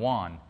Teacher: in Americans, we just say with a W sound